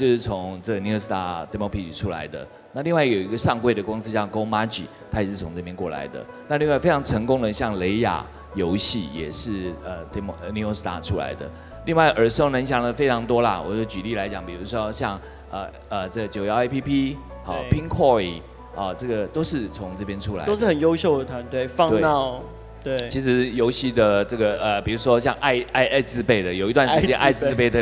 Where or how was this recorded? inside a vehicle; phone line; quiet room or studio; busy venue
busy venue